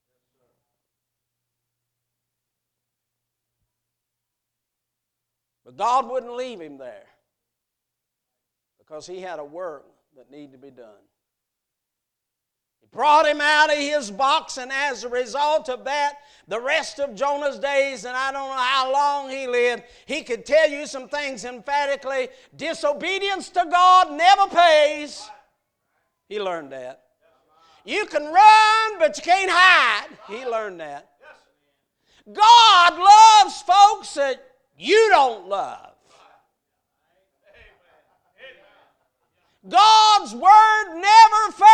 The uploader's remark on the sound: A message preached at Crossroads Baptist Church Youth Meeting on Friday night